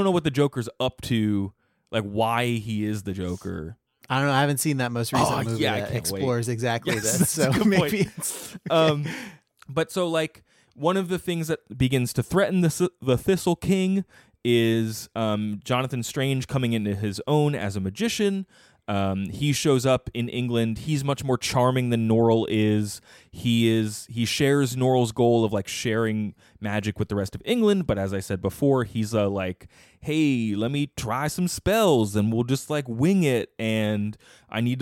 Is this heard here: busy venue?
no